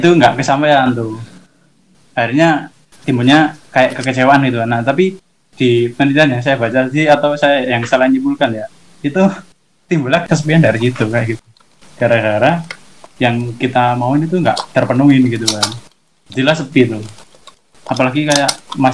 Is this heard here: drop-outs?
yes